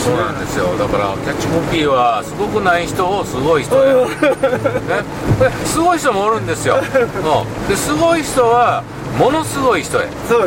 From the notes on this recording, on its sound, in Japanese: 福井県へ向かう車の中でドライビング対談収録をいたしました。